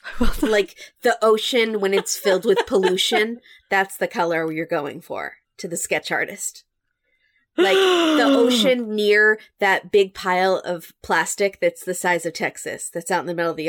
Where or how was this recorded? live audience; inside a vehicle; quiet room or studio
quiet room or studio